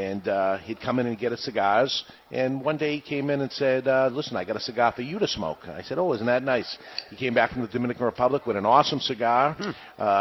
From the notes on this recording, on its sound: LIVE From Two Guys Smoke Shop in Nashu NH